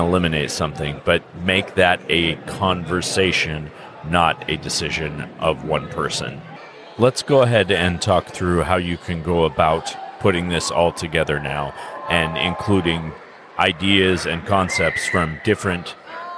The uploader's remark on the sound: A special broadcast from Gem State Comic-Con in Boise, ID. Recorded live during the convention.